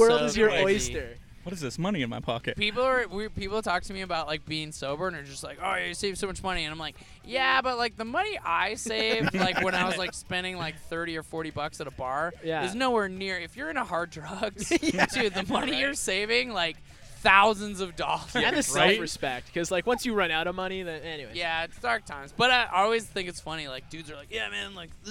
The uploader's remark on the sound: Live From A Truck In A Alley